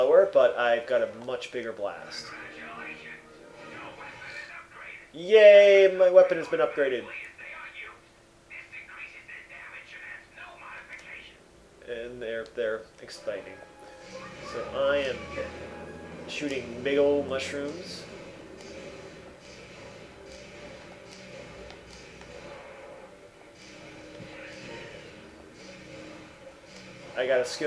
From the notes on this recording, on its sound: We had a great podcast lined up for you, but I botched the recording.